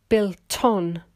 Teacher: When you have a vowel like on and the consonant before it is T from built, the T will move to the vowel. So instead of saying built on, you will hear built on and built on. · Term: connected speech